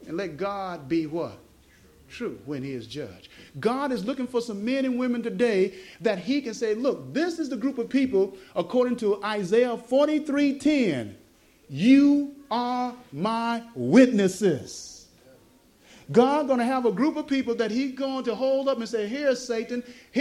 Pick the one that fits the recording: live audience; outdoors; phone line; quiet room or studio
live audience